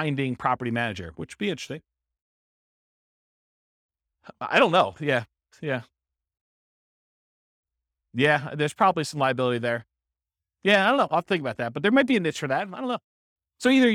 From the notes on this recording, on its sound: This was a live class recorded